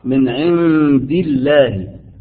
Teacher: اللام في لفظ الجلالة مرققة لأن قبل لفظ الجلالة مكسور